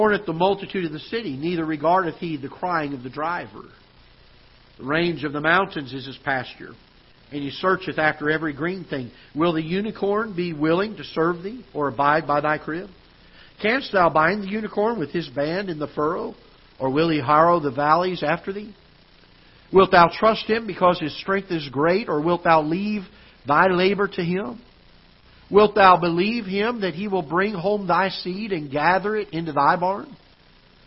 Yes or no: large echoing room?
yes